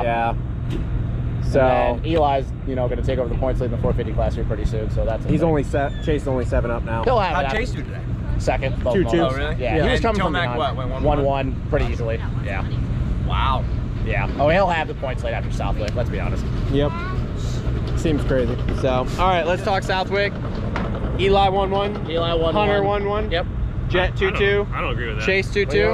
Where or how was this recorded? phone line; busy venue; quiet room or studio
busy venue